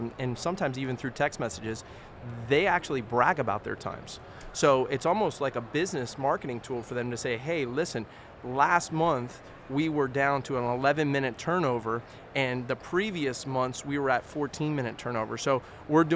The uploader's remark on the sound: Live From Expo 2023